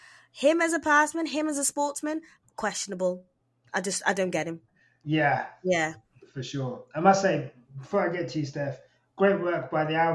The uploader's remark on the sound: we had so many technical issues with this episode, we truly do apologise.